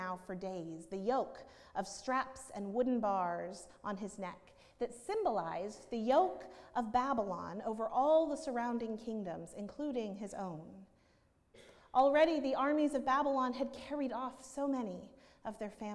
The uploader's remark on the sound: at Northminster Church on October 13, 2019